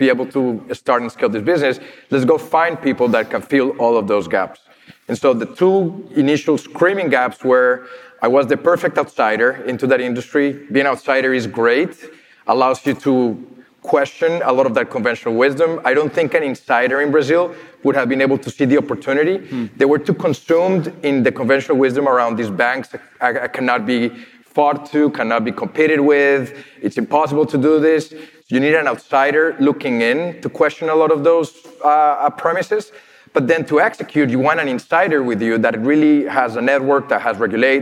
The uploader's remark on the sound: This recording is from Fintech Nexus USA (formerly known as Fintech Nexus USA) held at the Javits Center in New York City on May 25-26, 2022. It is from our Keynote stage.